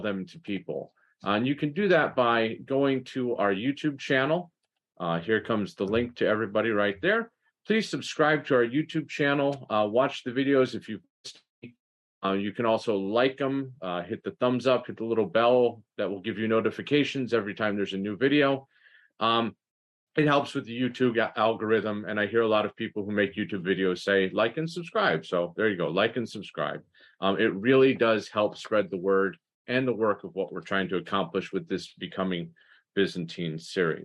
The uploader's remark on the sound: This is a recording of the eighth webinar in the Becoming Byzantine series